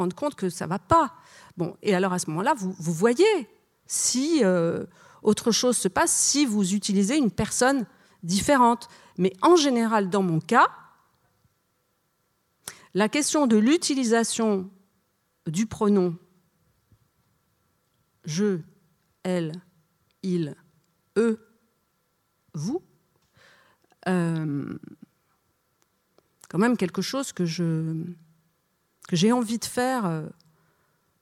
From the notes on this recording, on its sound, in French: Enregistr&eacute; le 23 septembre 2013 dans la salle Renaud-Barrault du Th&eacute;&acirc;tre du Rond-Point. Enregistré le 23 septembre 2013 dans la salle Renaud-Barrault du Théâtre du Rond-Point.